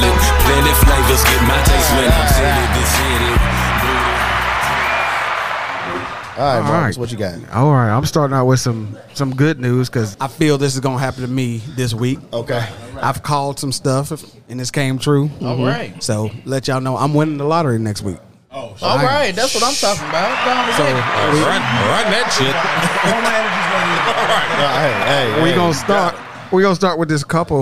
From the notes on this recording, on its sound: On today's show, we live at Panther Creek Brew's.